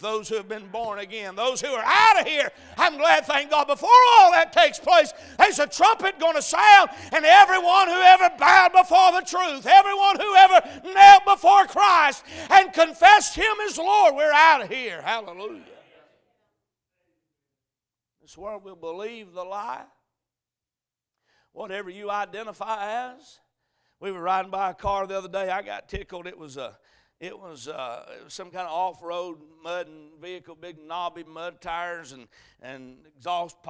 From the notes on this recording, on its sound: A message preached at Crossroads Baptist Church.